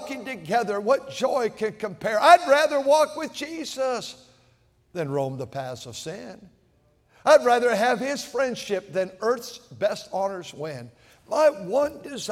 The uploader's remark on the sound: at North Valley Baptist Church in Santa Clara, California, during the Sunday Evening service on February 25, 2024.